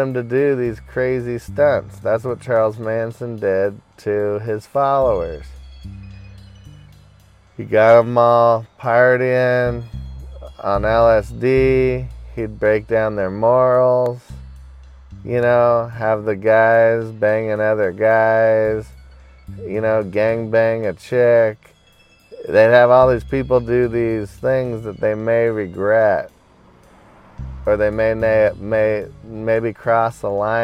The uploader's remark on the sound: hanging out in my car today